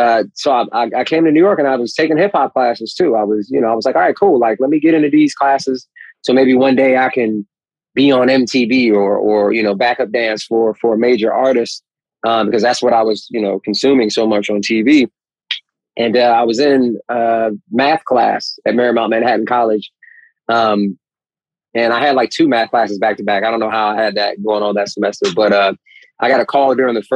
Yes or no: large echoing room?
no